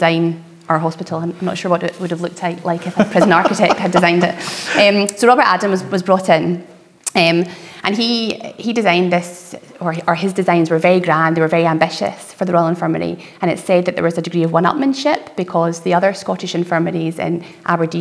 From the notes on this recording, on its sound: In our first ever live podcast recording. This conversation was recorded in front of a live audience in the museum at Glasgow Royal Infirmary.